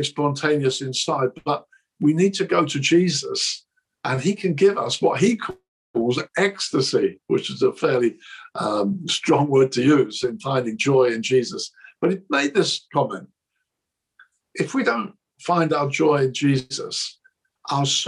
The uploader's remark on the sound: This message was recorded at a ChristCentral Leadership Online event in March 2021.